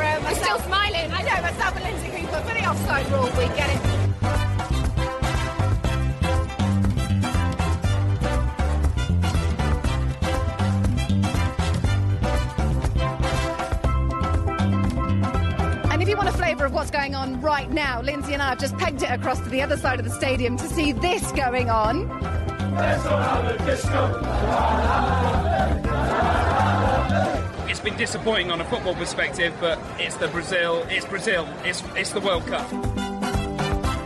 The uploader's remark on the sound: Live from Wembley. A special season preview from Wembley Stadium for the first ever The Offside Rule LIVE.